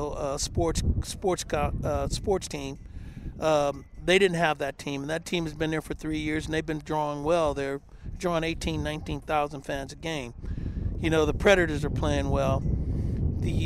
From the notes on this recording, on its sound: Live from A's Fantasy Camp.